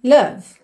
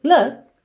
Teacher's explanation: Look or love, eu particularmente acho que é love mesmo, porque o O tá mais pra love do que pra look, que seria um pouquinho mais fechado, tá? E também o V, ele deixa um pouco mais suave esse final aí da sílaba, enquanto que look seria mais abrupto esse corte